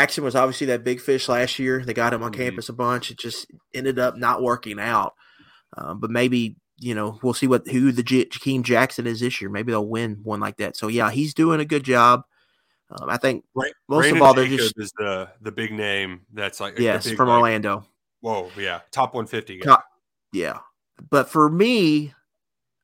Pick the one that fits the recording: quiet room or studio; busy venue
quiet room or studio